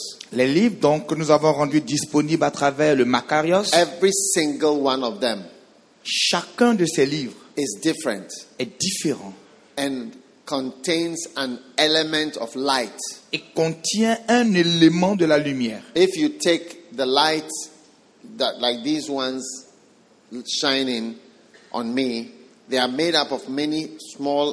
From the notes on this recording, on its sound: Preached at a Healing Jesus Campaign Pastors' conference in Abidjan, Cote d'ivoire